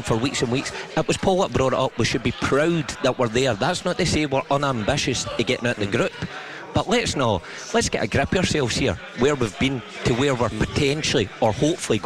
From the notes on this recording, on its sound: live from Scotland HQ at Drygate Brewery